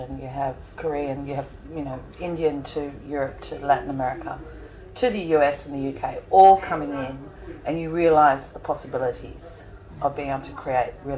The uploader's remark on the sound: Live from Cannes! From the red carpet to the film market, behind the scenes at the festival. A taste of the French Riviera live from the Festival de Cannes, catching some friends of Girls On Film out and about at the festival.